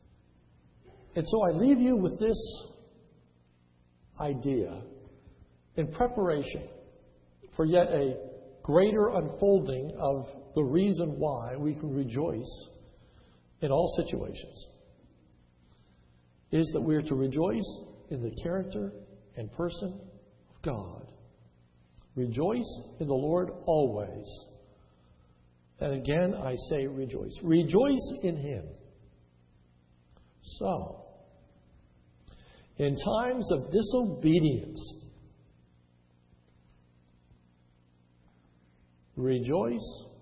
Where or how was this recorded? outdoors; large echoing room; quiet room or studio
large echoing room